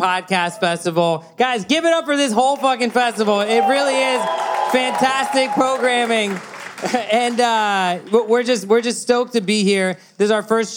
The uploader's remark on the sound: We recorded live in front of a standing-room-only crowd at the Bell House in NYC as part of the 2020 Brooklyn Podcast Festival .